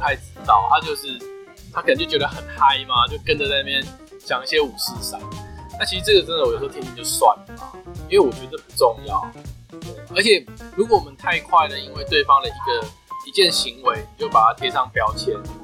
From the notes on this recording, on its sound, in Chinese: 本集音檔為 2019 年錄製，錄製時收錄較多環境雜音，已降噪處理加上背景音樂